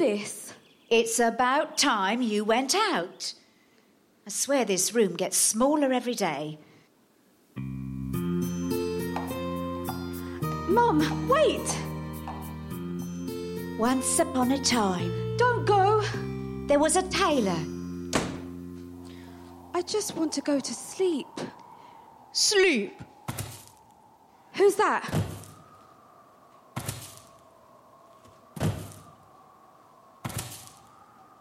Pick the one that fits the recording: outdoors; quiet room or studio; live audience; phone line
live audience